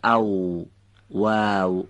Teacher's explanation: باید در حقیقت بگیم از بین لبها که تلفظ میشه و دندانام دخالت نداره · همه این حروف بچه ها به کمک لبها تولید میشن. حرف اول از بین دو لب بدون دخالت دندانها و به صورت نازک هم تلفظ میشه، تارهای صوتی رو هم به ارتعاش در میاره · Term: حرف واو